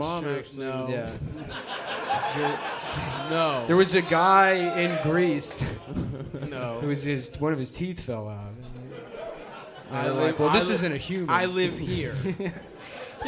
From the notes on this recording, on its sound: Early Vancouver Live Show (Live Show)